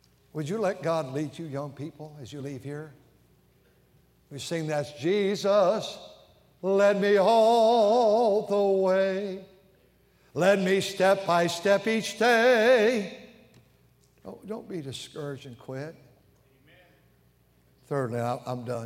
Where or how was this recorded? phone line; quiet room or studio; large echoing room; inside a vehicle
large echoing room